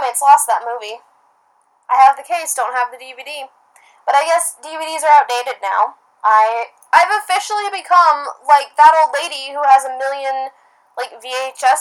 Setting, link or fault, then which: fault, poor sound quality